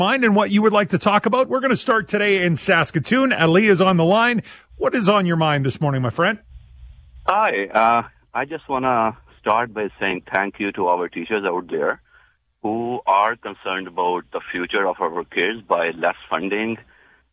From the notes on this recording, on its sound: opens up the phone lines to take your calls